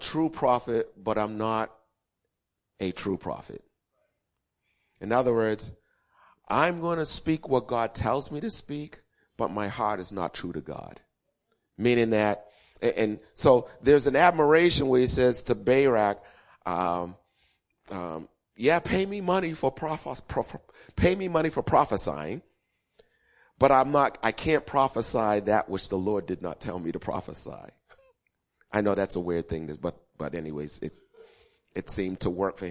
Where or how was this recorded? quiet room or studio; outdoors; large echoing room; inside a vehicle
large echoing room